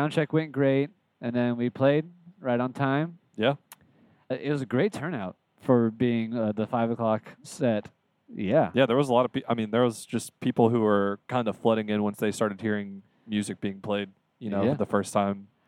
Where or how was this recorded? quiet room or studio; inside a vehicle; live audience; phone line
inside a vehicle